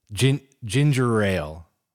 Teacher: I think it's one of those things that rolls off the tongue because the R sound kind of slips into the ale sound very easily